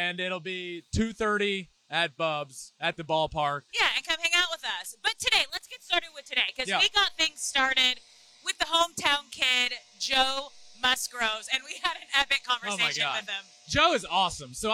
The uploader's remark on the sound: from the field at Petco Park after the Padres-Rays game on Friday night